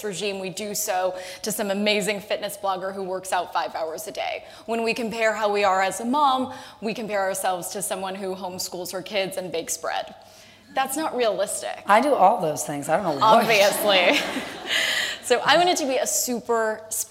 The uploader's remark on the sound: Recorded September 16, 2019, in front of a live audience at New York's 92nd Street Y.